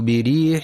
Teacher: ينتبه القارئ في كلمة بريح لترقيق الراء المكسورة